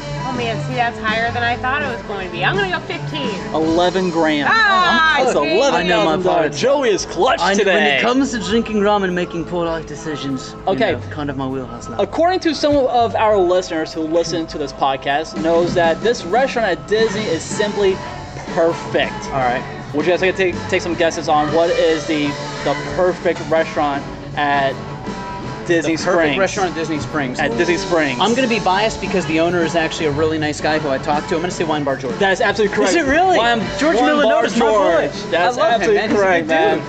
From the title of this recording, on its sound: Live from GameTime Ocoee Florida